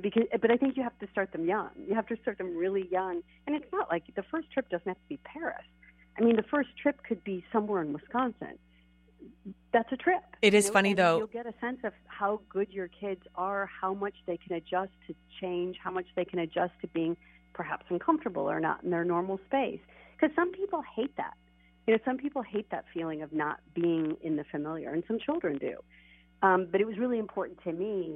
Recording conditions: phone line